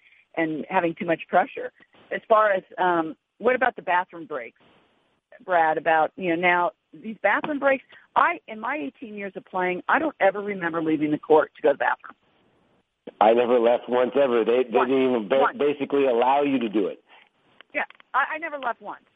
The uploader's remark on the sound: Wimbledon Conference Call.